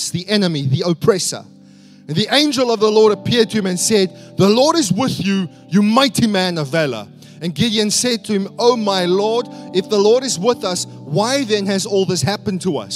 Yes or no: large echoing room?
yes